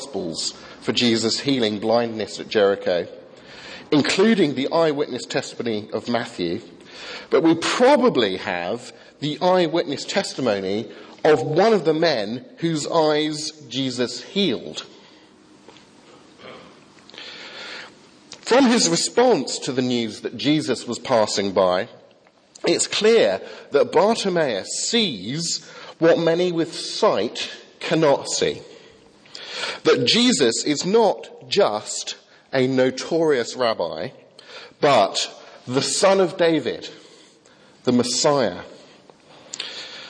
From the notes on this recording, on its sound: from the 8 am service at Highfield Church Southampton, Sunday 15th Febuary 2015.